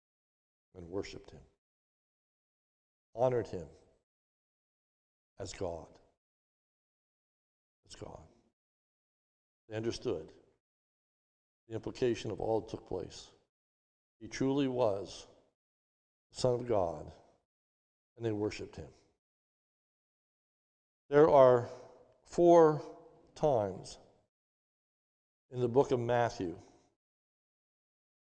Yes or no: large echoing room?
yes